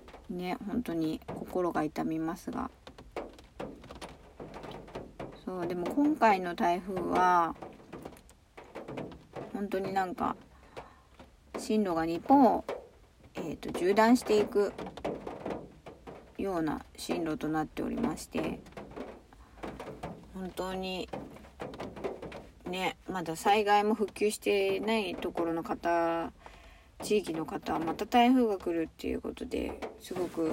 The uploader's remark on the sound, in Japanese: From Radiotalk。雨音が心地いい。車の中スタジオ。